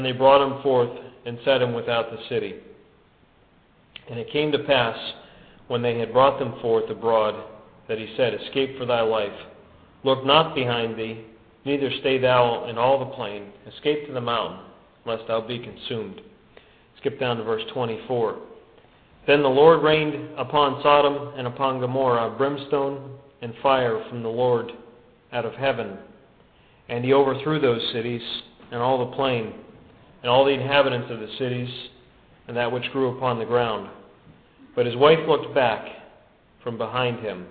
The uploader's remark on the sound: This podcast is a good news message given at the Brookfield Gospel Hall in Brookfield, CT in 2005.